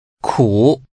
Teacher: Using a falling, rising tone